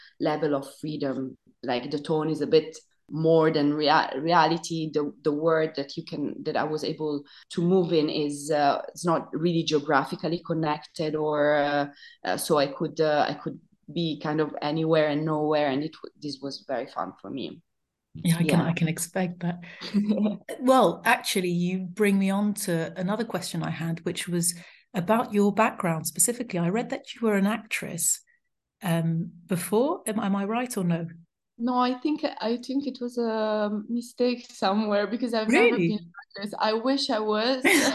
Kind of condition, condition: link, video call